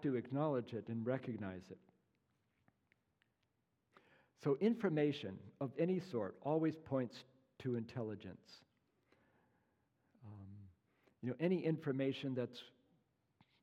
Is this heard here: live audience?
yes